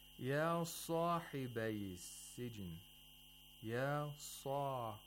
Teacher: Sod with tafkhim at the highest level. And because it has an aliful mad, that's why you have to apply the highest level of tafkhim.